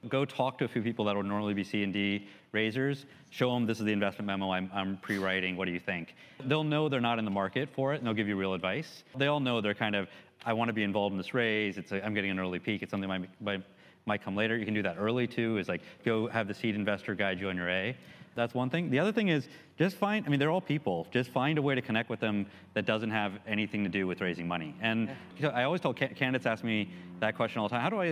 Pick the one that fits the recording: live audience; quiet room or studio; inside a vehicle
live audience